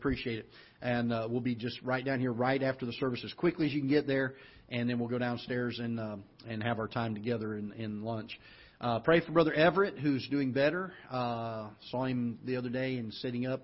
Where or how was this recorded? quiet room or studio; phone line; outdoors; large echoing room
large echoing room